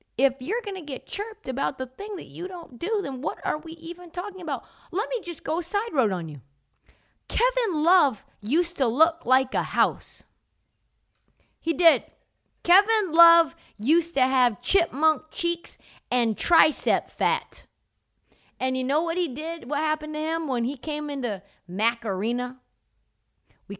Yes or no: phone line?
no